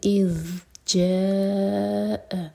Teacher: ذیل ساکن پر تھوڑا سا ٹائم دیں گے اس کو رخاوہ کہتے ہیں تھوڑا سا ٹائم دیا جاتا ہے ایکسٹرا جلدی سے نہیں پڑھنا